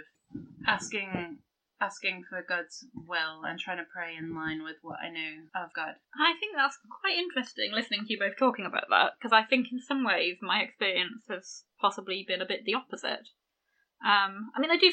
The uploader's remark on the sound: We apologise for some audio issues we experienced with this recording. Half of this was technical. The other half was our dog making too much noise!